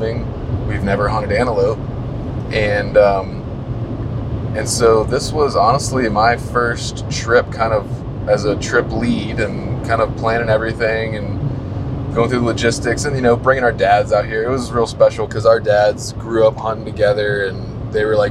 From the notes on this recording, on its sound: As we roll down the highway from Casper to Denver, headed home. Apologies for the background noise.